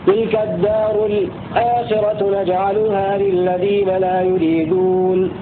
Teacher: السكت على لام التعريف التي بعدها همزة